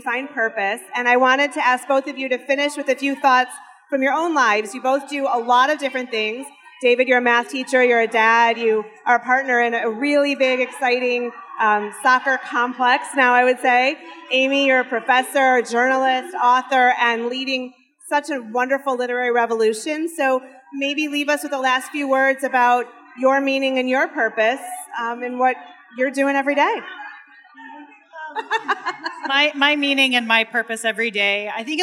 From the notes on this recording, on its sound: Recorded live at the Motor City Woman’s Podcast Brunch as part of the Detroit Podcast Festival.